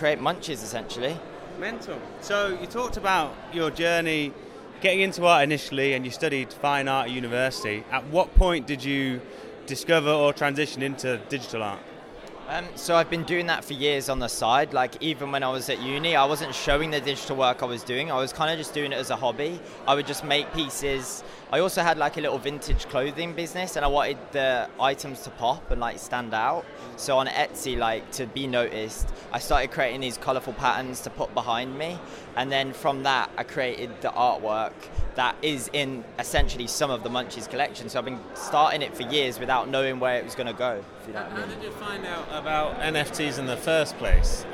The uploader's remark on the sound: live at NFT London